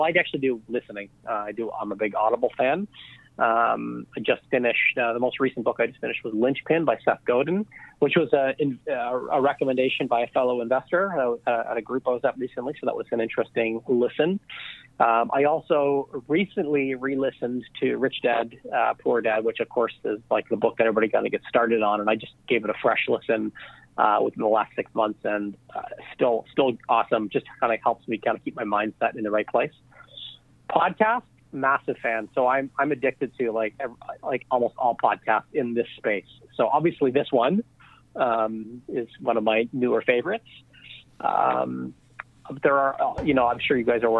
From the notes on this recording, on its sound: On this podcast we’re on the phone.